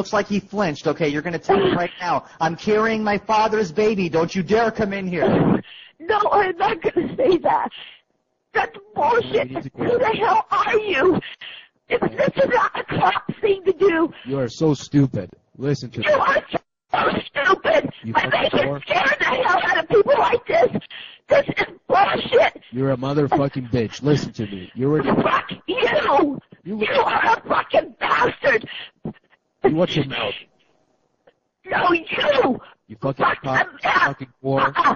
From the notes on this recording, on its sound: Prank Phone Calls